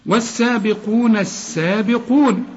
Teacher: اللام بتتحول للحرف اللي بعدها السين إدغام · Term: لام شمسيه